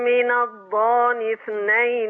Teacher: إن حضرتك أبدلت الهمزة وقلت الضان. وهذه الهمزة لا تبدل لورش